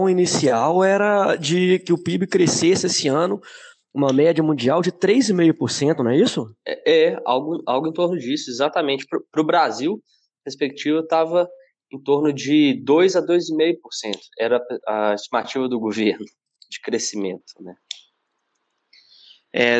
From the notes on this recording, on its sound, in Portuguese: Neste programa, gravado em ambiente virtual, trocamos experiências.